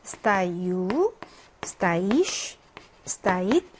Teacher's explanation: 강세가 뒤에 어미 부분에 찍혀져 있고요